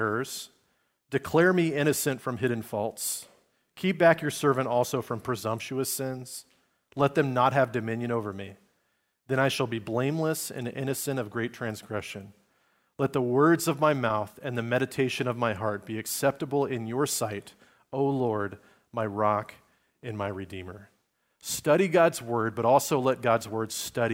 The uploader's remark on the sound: Recorded on Sunday, December 10, 2023, at Liferoads Church in Spokane, Washington.